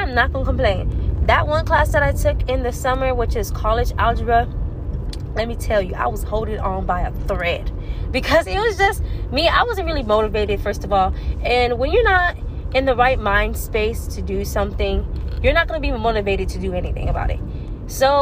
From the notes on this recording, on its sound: I am driving in the car while recording so be aware of background noise!